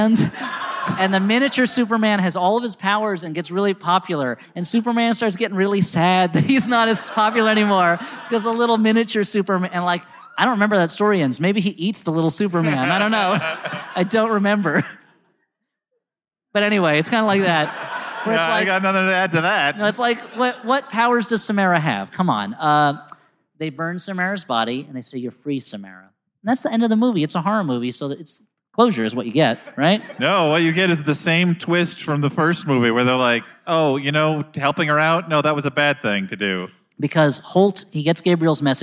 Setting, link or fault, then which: setting, live audience